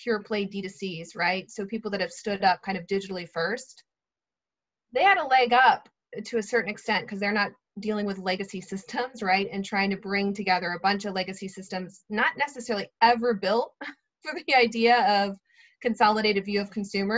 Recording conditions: video call